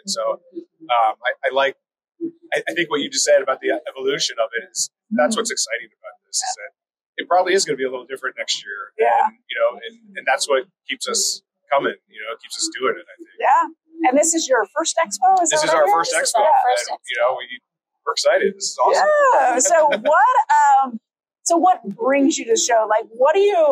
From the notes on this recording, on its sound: This year, we took The Hot Slice Podcast to the show floor at Pizza Expo. Be patient with the sound. It will be worth it to hear the enthusiasm and energy of pizzeria professionals at the show.